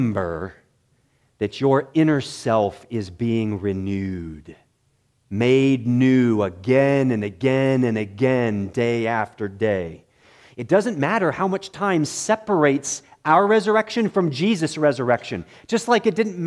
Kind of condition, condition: setting, large echoing room